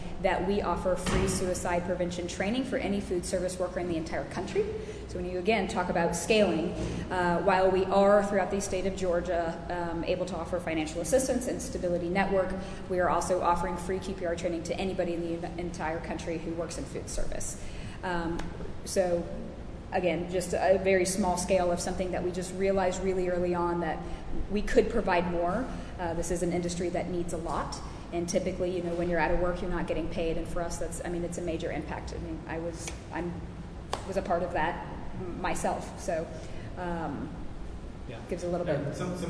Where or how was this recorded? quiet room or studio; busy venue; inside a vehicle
busy venue